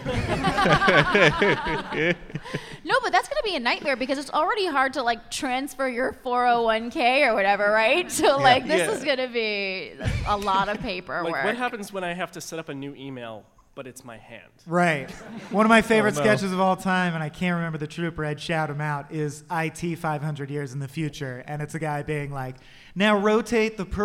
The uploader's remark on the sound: joined live in New York at the Now Hear This podcast festival